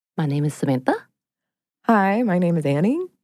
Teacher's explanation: uptalk is the practice primarily associated with women of ending phrases and sentences on a higher note